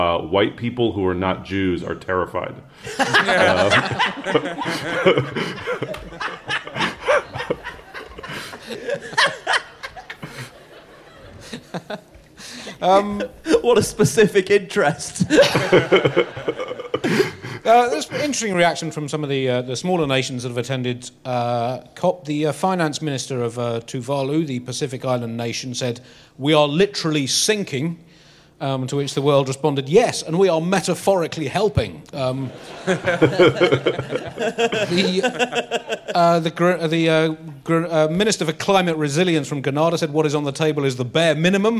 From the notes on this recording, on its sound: live from Podicon London 2021